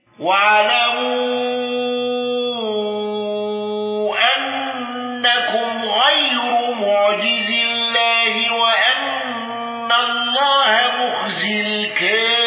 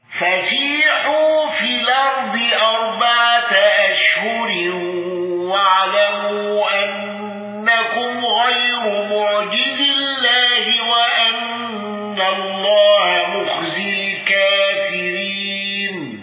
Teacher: الأزرق بالإشباع والنقل وترقيق راء غير وتقليل الكافرين